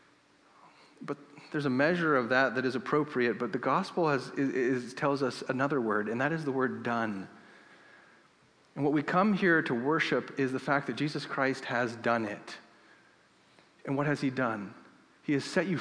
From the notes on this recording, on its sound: This episode was recorded in Northgate Church's Sunday service. We started the service with preaching and then sang in response to the preached word.